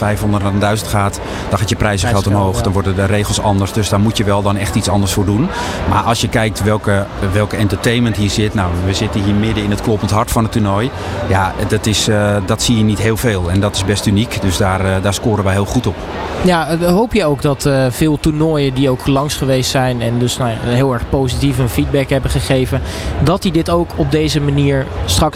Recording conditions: busy venue